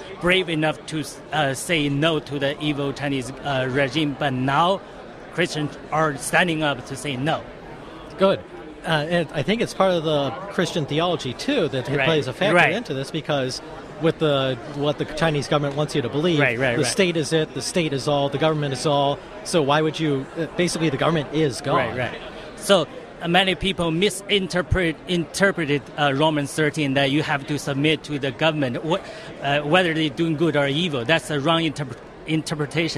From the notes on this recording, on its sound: live from CPAC